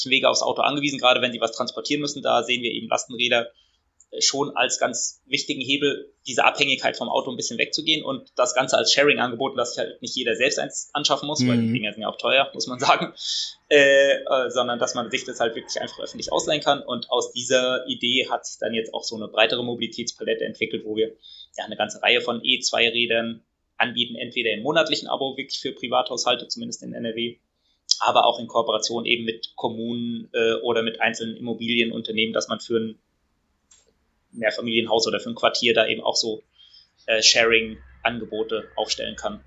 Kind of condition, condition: link, video call